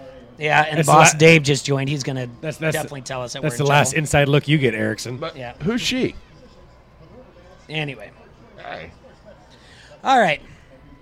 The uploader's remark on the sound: LIVE from Modern Woodman Park!!! It's a day game and the Bandits host the Timber Rattlers.